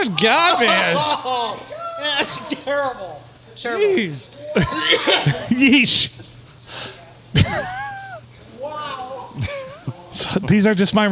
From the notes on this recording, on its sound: Recorded at Ye Olde STD in front of a lively crowd on a Sunday evening.